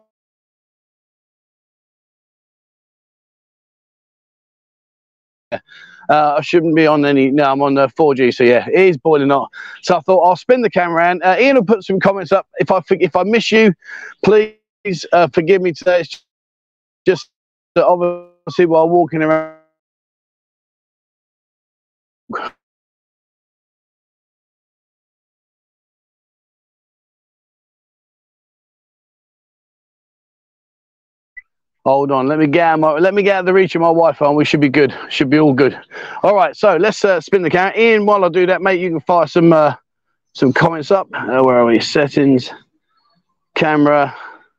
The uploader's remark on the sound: LIVE walkabout but not in Pattaya